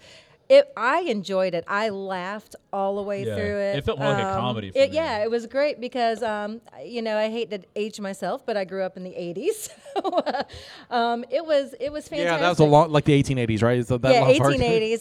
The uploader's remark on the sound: Bros Booze and Movies is Live at Mobicon in Mobile Alabama.